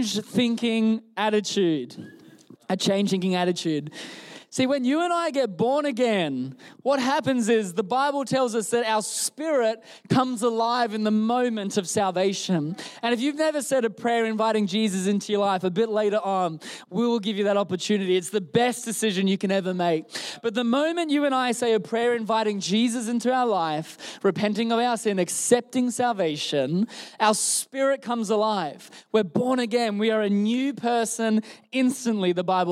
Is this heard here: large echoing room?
yes